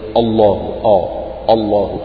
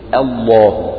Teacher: لا تجعل تفخيم اللام يؤدي بك إلى الإخلال بترقيق الهمزة، يعني حافظ على ترقيق همزة لفظ الجلالة وحافظ في نفس الوقت أيضا على تفخيم لام لفظ الجلالة · Shown in: second take